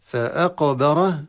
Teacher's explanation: وكما قلنا أن إذا وقعت بين متحركين ففيها الصلة. فأقبره القلقلة في القاف، القلقلة نبرة قوية في المخرج